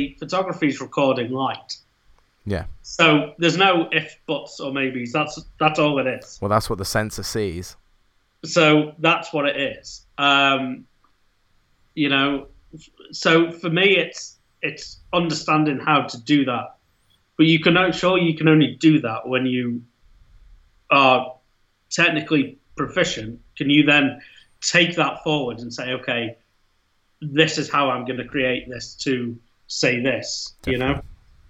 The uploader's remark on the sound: During the lockdown we are seeing here in the UK. Via skype.